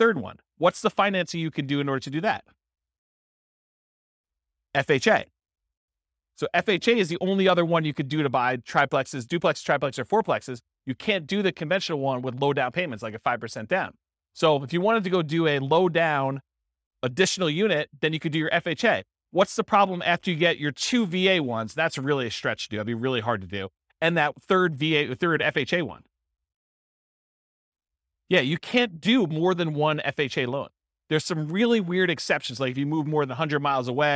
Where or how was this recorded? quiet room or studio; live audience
live audience